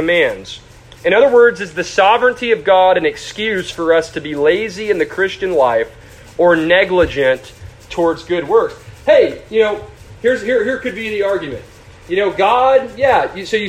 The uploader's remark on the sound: A sermon preached to the youth of First Baptist Church-Edna.